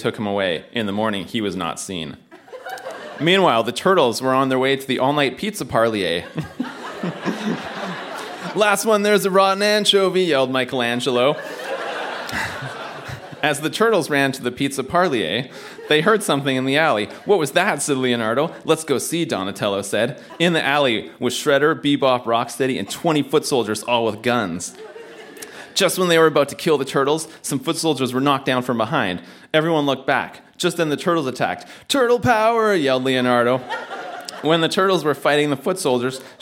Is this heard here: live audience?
yes